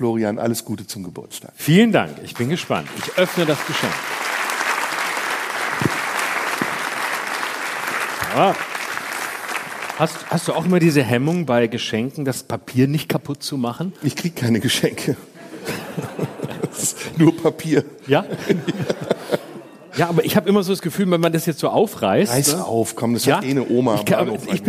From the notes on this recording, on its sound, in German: Live aus dem Tipi. Live-Podcast im Tipi.